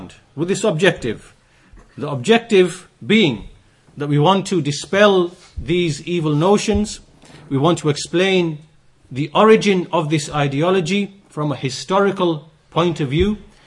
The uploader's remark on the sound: Lectures delivered in Masjid as Sunnah, Bradford.